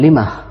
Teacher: لمه يقف بالهاء وليس بالميم